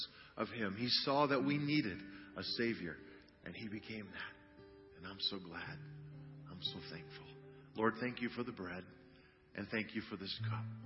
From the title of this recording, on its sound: CHRISTMAS EVE CANDLELIGHT SERVICE - Audio